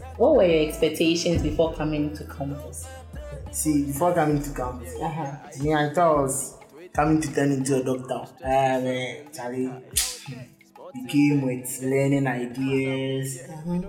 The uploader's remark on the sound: Sorry for the background noise. This episode was recorded on campus.